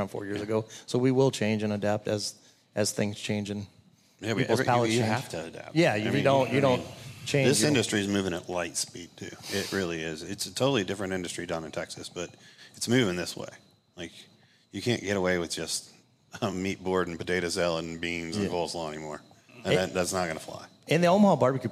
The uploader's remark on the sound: LIVE BBQ Bash